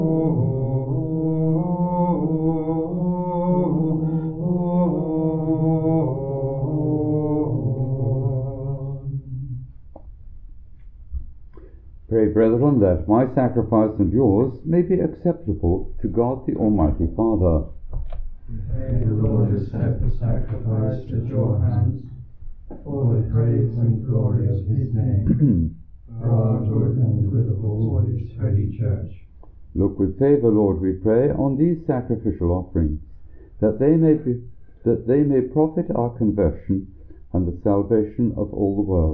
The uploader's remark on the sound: Recorded live at Southgate House on 30 March 2023.